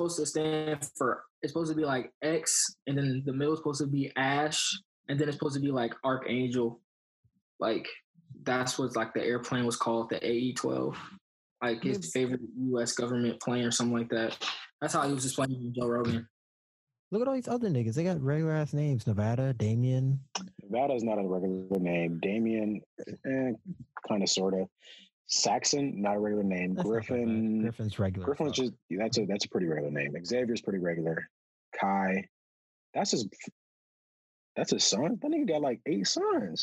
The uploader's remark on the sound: The Lousers are all together again on a special zoom episode.